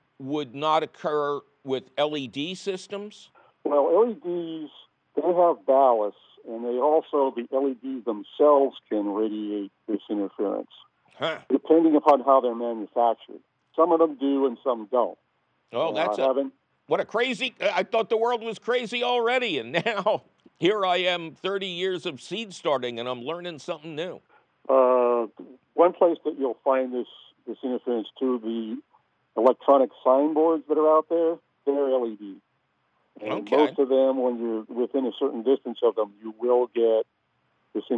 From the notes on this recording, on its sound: of course your Fabulous phone calls!